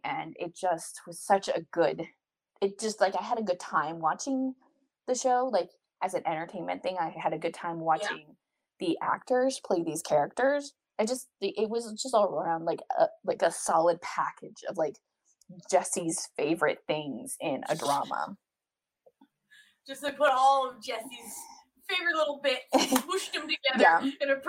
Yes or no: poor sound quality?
yes